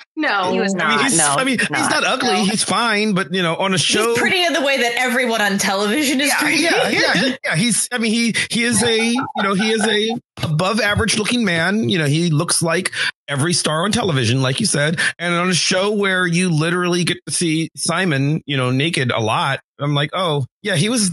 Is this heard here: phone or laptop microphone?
no